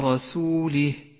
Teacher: ولاحظ الراء المفخمة في كلمة رسوله فخمت لأنها مفتوحة